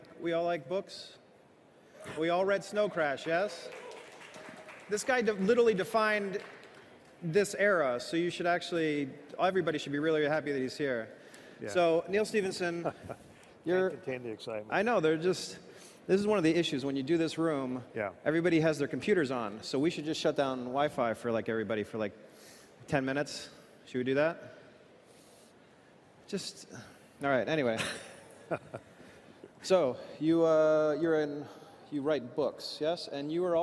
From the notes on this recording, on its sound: on stage at Disrupt in San Francisco